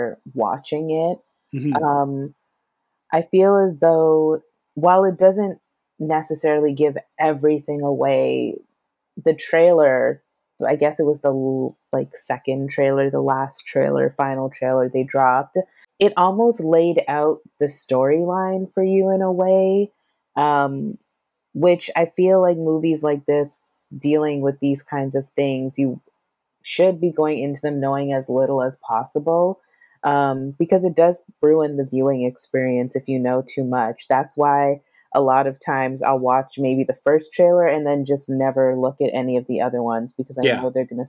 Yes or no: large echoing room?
no